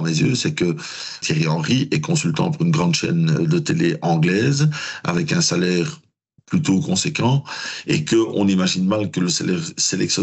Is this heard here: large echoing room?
no